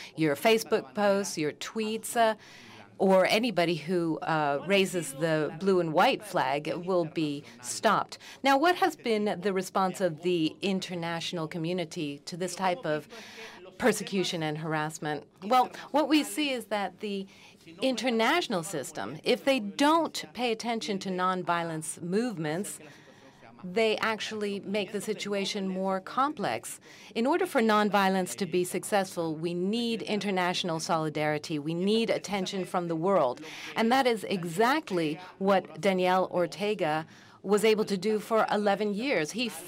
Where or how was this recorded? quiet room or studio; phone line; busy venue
busy venue